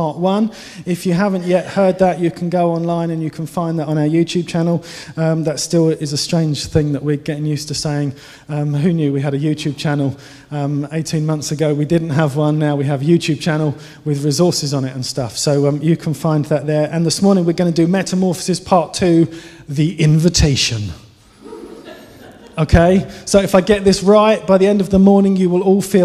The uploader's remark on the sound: Given during the Oasis Church Live Stream